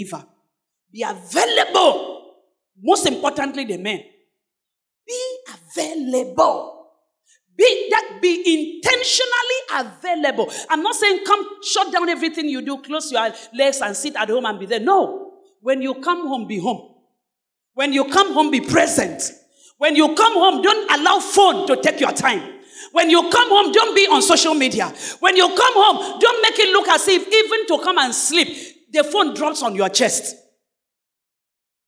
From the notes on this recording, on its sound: Sermon preached at CBC Shiashie Campus